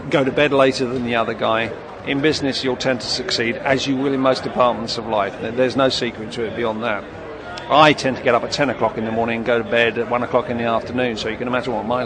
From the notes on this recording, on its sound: More interviews recorded at the 2006 Harrogate Trade Fair for the Outdoor Industry.